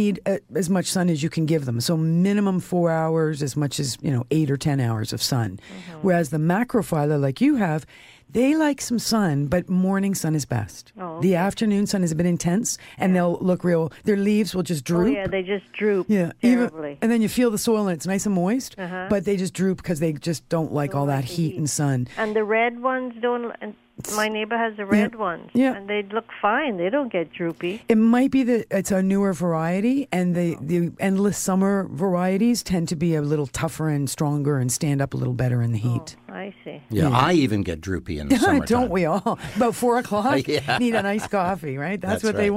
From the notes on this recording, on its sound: a special phone call from a friend of the show